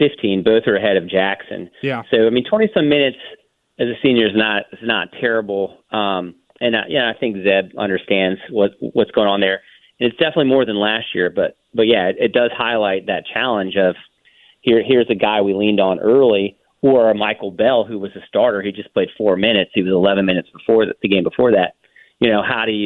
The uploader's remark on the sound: Then we take some calls. Taking some calls.